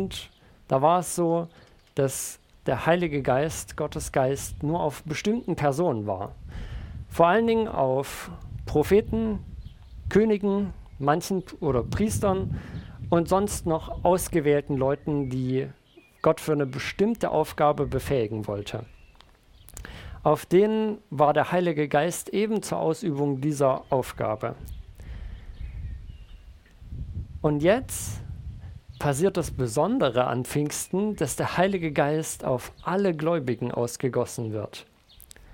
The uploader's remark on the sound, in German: Predigt im Rahmen des GreifBar+ Gottesdienstes